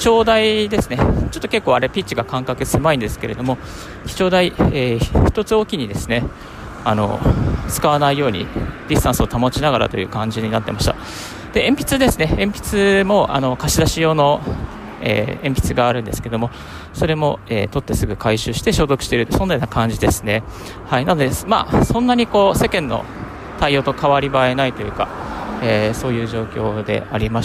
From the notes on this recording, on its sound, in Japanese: 歩きながらラジオ配信